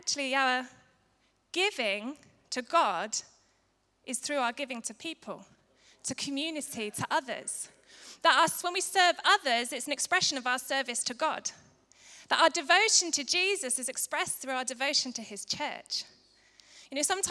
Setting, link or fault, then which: setting, large echoing room